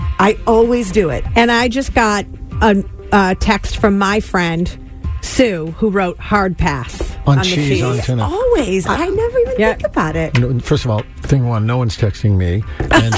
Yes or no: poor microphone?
no